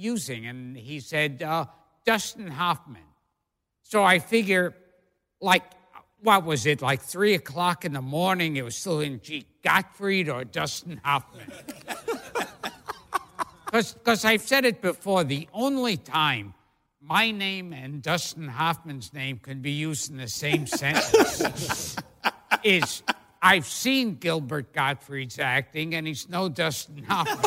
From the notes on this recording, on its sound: a special live interview (recorded at the 2017 Tribeca Film Festival)